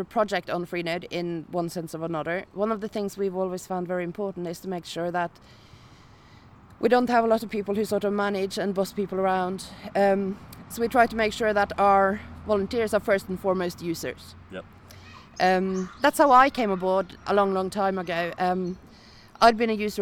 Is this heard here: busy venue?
yes